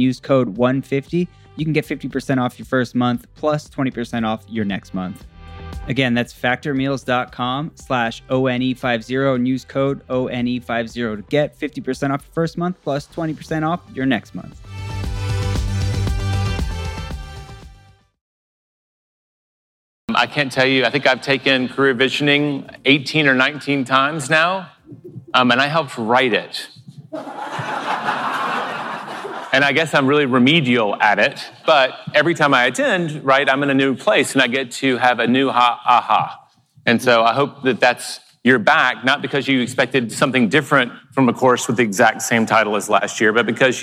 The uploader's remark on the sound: keynote presentation at the Keller Williams Family Reunion Convention 2019